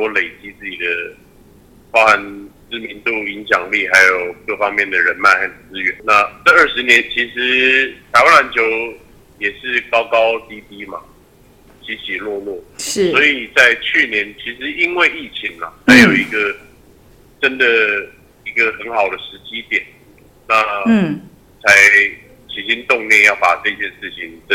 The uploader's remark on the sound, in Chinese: 本集因採電話訪問，錄音品質稍有影響，敬請見諒。